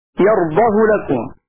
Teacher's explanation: وأما هاء يرضى فقرأ هشام بضم الهاء بدون واو الصلة